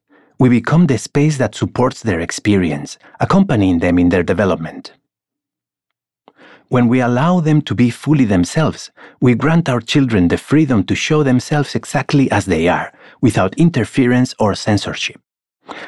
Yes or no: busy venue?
no